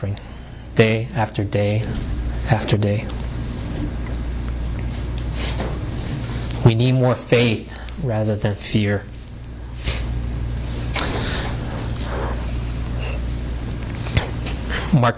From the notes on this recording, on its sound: delivered at Great Commission Community Church in Arlington, Virginia